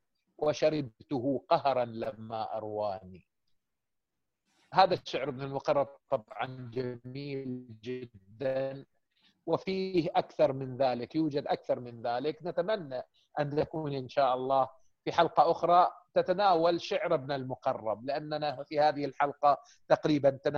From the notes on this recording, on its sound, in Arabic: قناة أهل الكهف على برنامج Zoom. قناة أهل الكهف على برنامج Zoom. وتبث مباشر على الفيسبوك والتويتر واليوتيوب.